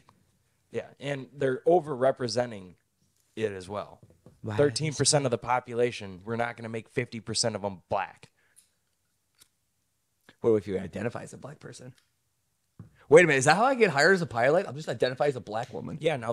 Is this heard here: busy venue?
no